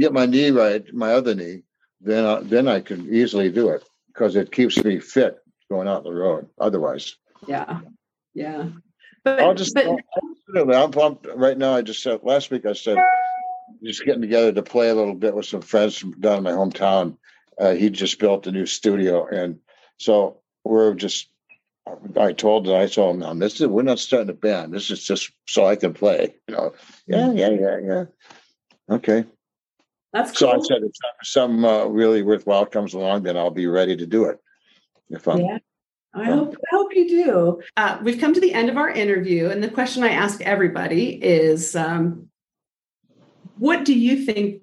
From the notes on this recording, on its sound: because I use Zoom to record